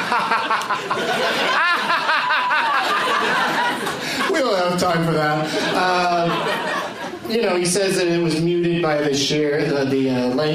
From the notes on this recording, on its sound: audience members at the Punchline in Atlanta, GA